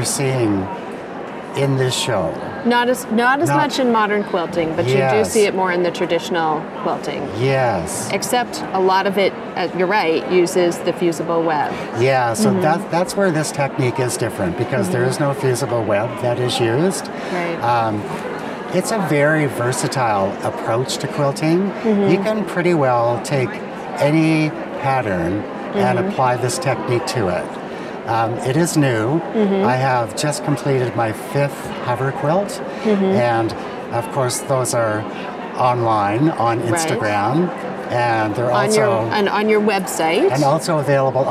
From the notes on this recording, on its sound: on the show floor